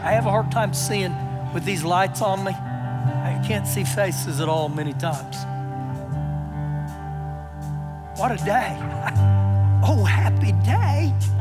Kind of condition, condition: setting, large echoing room